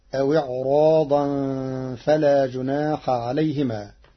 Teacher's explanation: قرأ ورش كلمة إعراضا بتفخيم الراء كحفص لوقوع حرف الاستعلاء بعدها